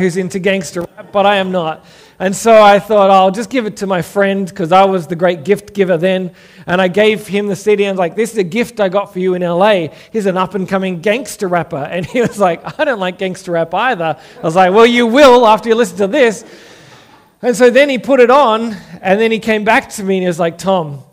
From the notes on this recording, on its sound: Originally preached at St Stephen's, Belrose in April 2022.